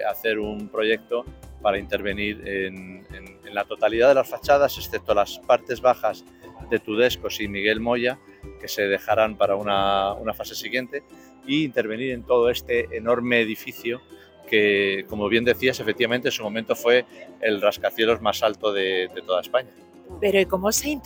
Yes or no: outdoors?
yes